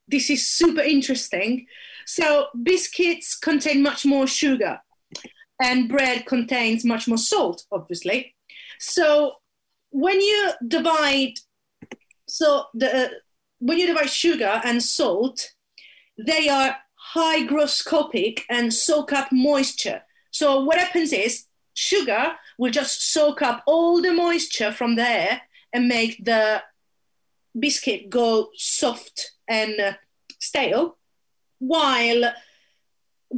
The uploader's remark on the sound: 'The Realist’ is a project conceived to explore bridging the distance between us during lockdown through audio. Each week during our sessions (held via Zoom) we revisit work from previous projects.